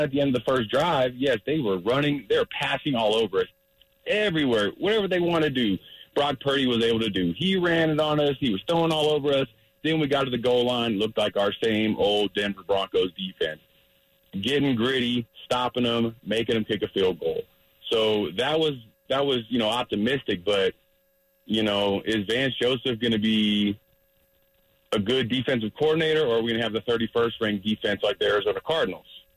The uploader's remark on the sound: We take your calls and live reactions.